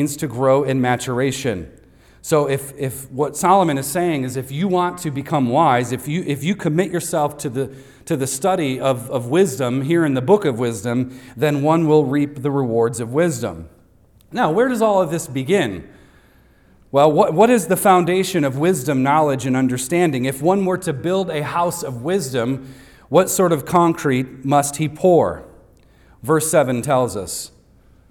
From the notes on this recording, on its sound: recorded on Sunday, June 18th, 2023, at Devonshire Church in Harrisburg, PA.